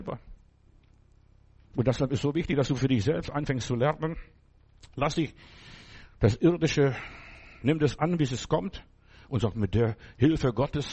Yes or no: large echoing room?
yes